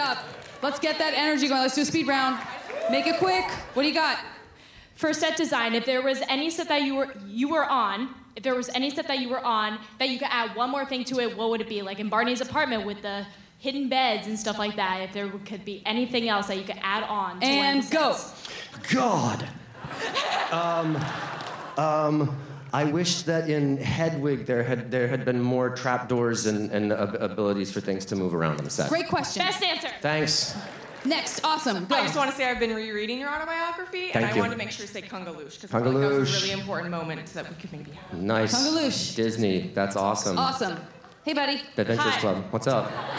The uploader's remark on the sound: the audio from January's SF Sketchfest